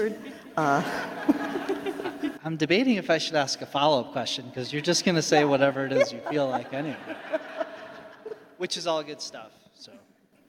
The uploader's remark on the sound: Panel Discussion from the EPIC Annual Meeting